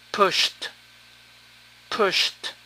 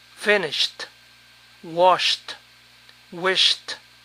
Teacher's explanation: Cuando el verbo termina en SH, la terminación suena T, t.